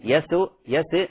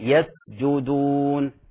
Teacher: السين من حروف الهمس هنا، ولا تقلقل · Shown in: second take